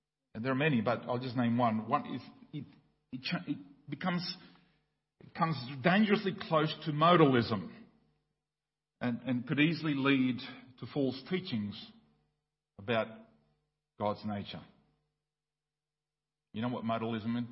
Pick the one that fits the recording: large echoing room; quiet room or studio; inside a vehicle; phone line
large echoing room